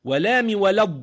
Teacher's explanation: إذن حينما سمعنا ولام ولض من قوله ولا الضالين لمجاورتها الضاد، لأنك في اللفظ تنطق الضاد بعد اللام مباشرة · Term: أدغمت في الضاد